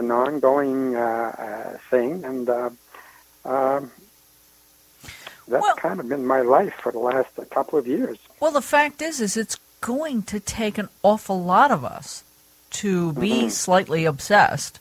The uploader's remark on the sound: She called in from Europe, where she is based.